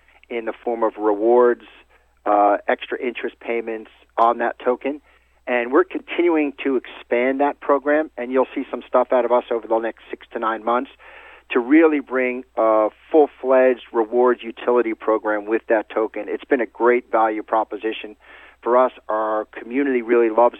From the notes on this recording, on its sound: called in to SmallCapVoice.